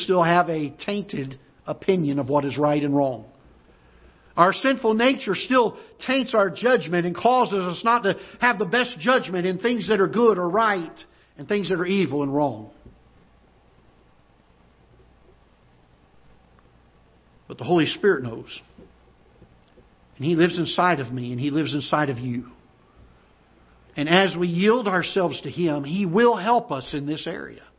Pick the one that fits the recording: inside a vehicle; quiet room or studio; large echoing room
large echoing room